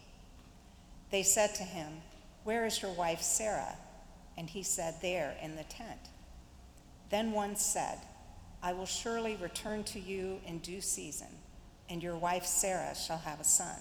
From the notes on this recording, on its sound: 11 AM Worship at Myers Park. Live from Myers Park United Methodist Church in Charlotte, North Carolina.